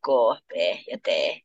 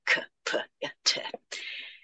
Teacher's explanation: aspiraatiottomuus, eli se, että suomen kielen K, P ja T on vain K, P ja T · Shown in: first take · eikä K, P ja T.